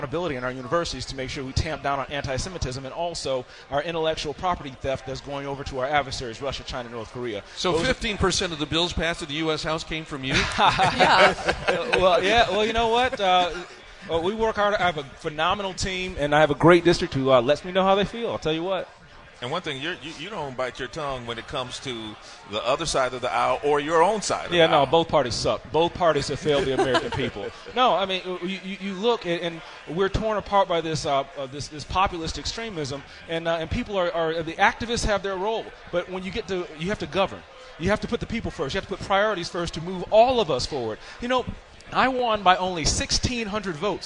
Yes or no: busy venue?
yes